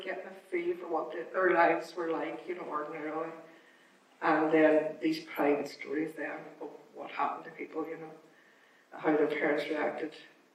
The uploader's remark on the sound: It's the Q&A from our screening of HUSH A BYE BABY.